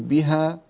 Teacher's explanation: بها هذه كلها يعني مد طبيعي يمد بمقدار حركتين، تقول بها يكفي، لا تحتاج إلى أن تزيد تقول بها.